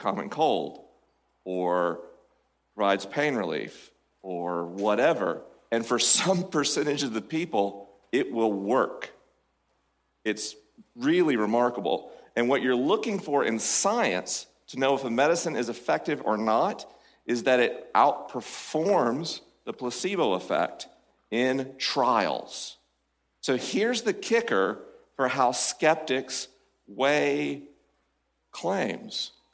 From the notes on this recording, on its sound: LIVE from Cascade Church in Portland, OR. LIVE from Cascade Church in Portland, OR.